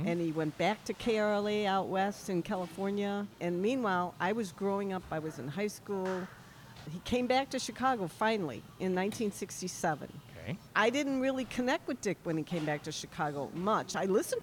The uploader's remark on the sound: We recorded our conversation at Frankie's Deli in Oakbrook Terrace, Illinois on May 31, 2023.